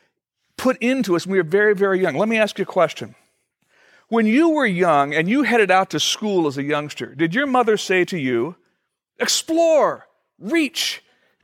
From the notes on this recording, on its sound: Originally recorded December 8, 2013, at Fellowship Missionary Church, Fort Wayne, IN.